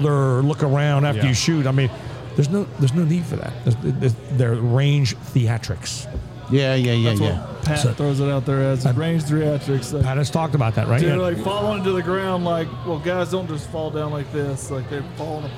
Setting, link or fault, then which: setting, busy venue